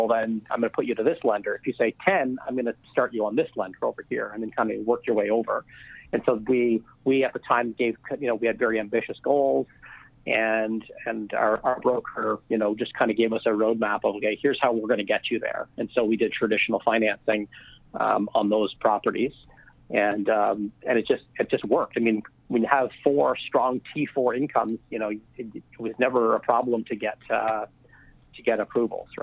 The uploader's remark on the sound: On this podcast we’re on the phone